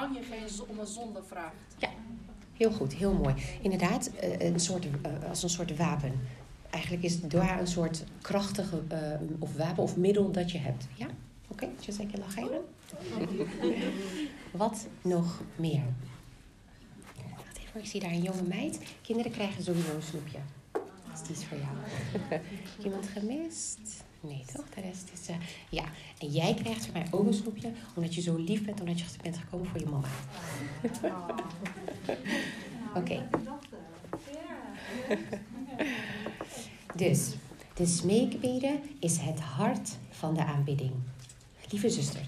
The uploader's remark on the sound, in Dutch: Live lezing